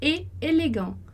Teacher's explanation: A gente vê o ET ali, dá uma vontadezinha de fazer a ligação, mas ela não acontece.